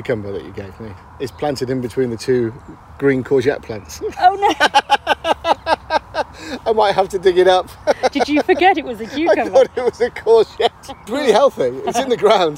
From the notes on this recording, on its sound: On a hot summer's evening. Record this episode of Growing Together in a private garden in Hampshire.